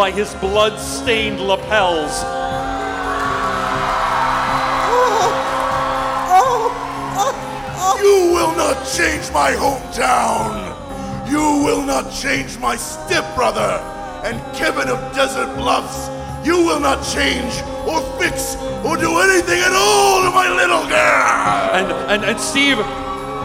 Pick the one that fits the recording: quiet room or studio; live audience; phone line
live audience